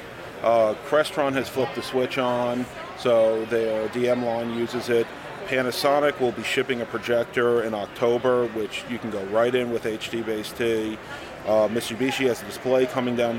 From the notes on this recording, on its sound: We are live at InfoComm 2012.